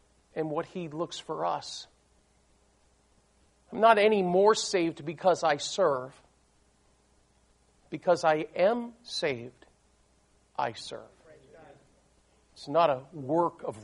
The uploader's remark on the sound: These messages were recorded during a service at Memorial Baptist Church in Ocala, Florida.